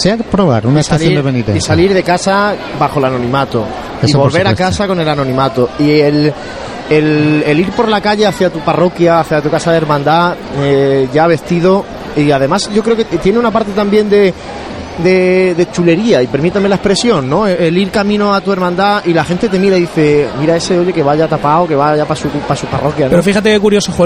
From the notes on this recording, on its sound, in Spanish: Primera conexión en directo con la Parroquia de Cristo Rey, momentos previos a la salida del Silencio.